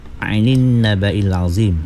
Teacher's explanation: ain tu kena mantapkan sikit. Jangan macam bunyi hamzah. Ya, bunyi ain.